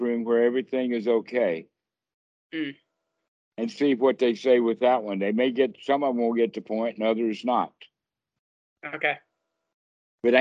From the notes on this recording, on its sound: skype calls on this channel